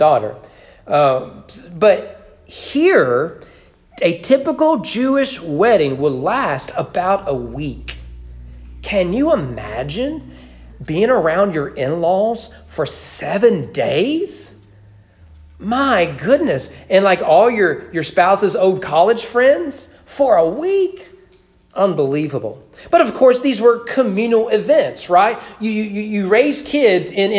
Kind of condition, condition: setting, large echoing room